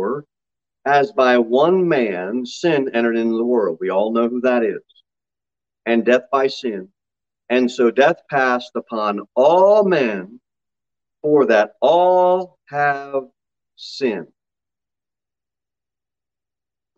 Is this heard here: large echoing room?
yes